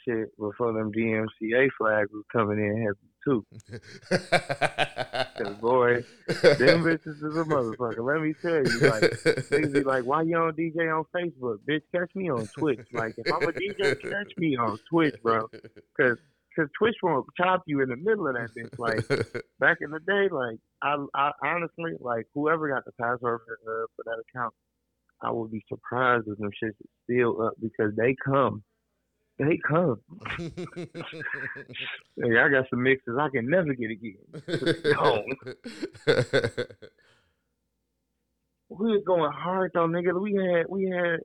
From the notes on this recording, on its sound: I knocked out my first phone interview.